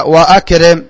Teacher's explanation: قال نحو أكرم فعل أمر رباعي، فإذا ابتدأت به نطقت الهمزة، وإذا تقدمها كلام، هذا هو الشاهد، فإن الهمزة لا تسقط بل ينطق بها هكذا وأكرم.